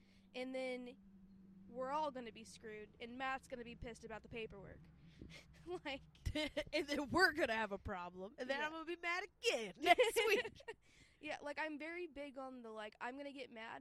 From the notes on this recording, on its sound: 60 degrees in February? We had to record outside.